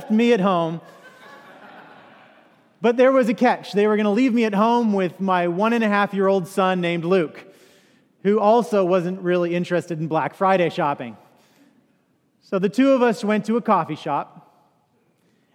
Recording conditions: large echoing room